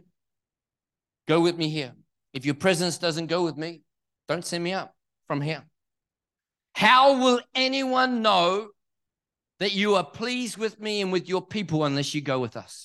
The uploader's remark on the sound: This message was recorded at Neuma Church, Perth in May 2023.